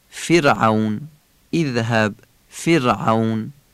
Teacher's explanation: عینم غلیظ بگیم، فرعون عین با همزه اشتباه نشه